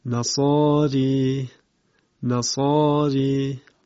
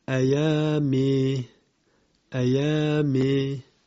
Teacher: اما وزن پنجم و آخرین وزن از اوزانی که الف پایانی اونها اماله میشه در قرائت همزه کوفی، وزن فعالا، یعنی وزن فعالا اگر به جای ضمه حرف اول فتحه قرار بگیره میشه فعالا و اماله میشود.